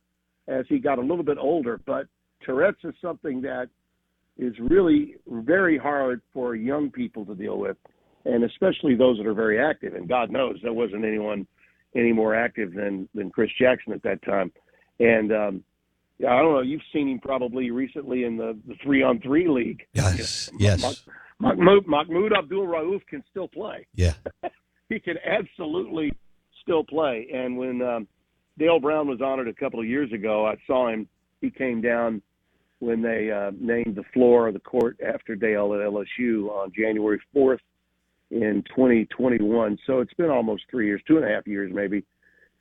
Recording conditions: phone line